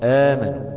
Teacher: المتحركة الأولى، والسكنة الثانية، هنضحي بالثانية اللي هي الساكنة، فتبدل الهمزة الثانية حرف مد من جنس حركة الأولى تخفيف · Term: مد البدل